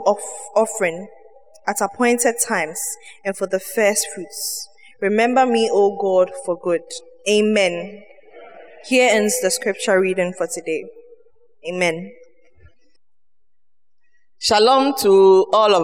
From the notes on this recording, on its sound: Sermon preached at CBC Shiashie Campus